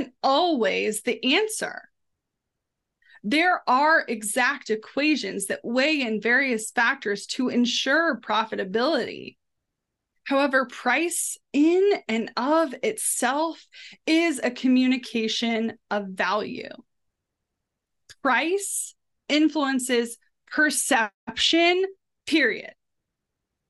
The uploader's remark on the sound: Listen in on the phenomenal live webinar we offered this week.